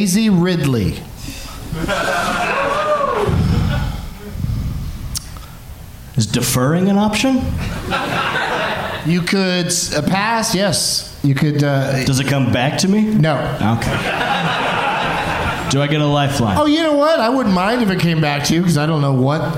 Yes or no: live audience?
yes